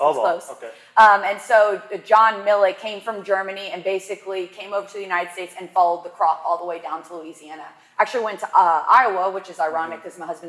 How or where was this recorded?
live audience